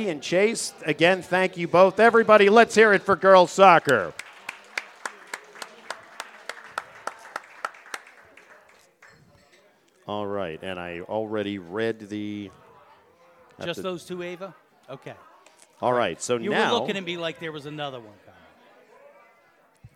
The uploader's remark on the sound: Live from the deck at The New Bertie's Inn